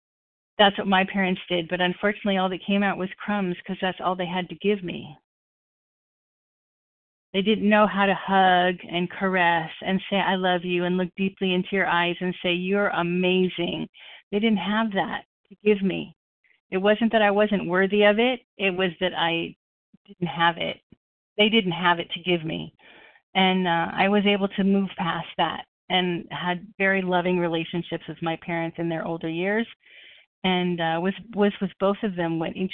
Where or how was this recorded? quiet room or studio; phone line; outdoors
phone line